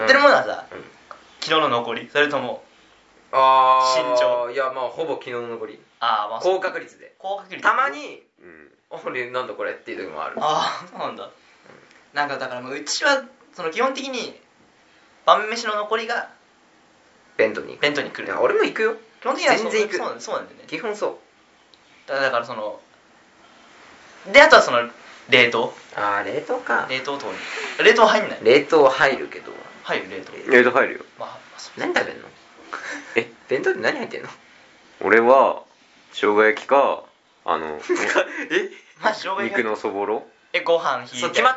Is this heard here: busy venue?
no